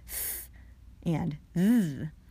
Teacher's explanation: One of these is voiced and the other is voiceless. These are called interdentals because the tongue goes in between the teeth